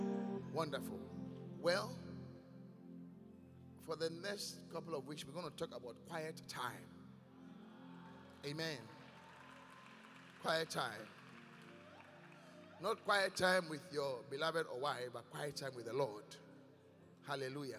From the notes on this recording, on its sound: Preached at The Qodesh